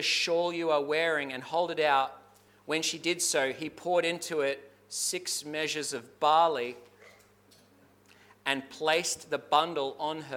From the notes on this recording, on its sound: Clarence Valley Community Church. This sermon was preached at South Grafton and Maclean.